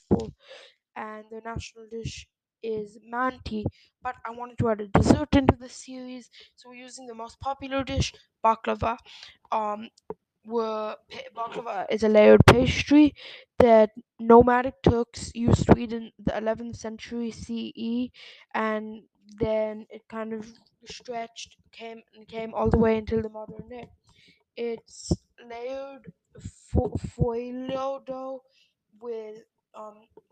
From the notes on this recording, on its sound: Sorry for the bad and inconstant audio.